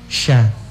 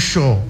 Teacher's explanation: Jadi saat dia membaca huruf sya itu, memang dibuka mulutnya sya, baru dilebarkan sya. Kalau kalau sedikit dibulatkan, bukan lagi sya yang kedengaran, justru sho